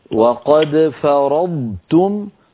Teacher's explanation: أن يكون صوتها ضاد ليس فيها شيء من الطاء · Term: الضاد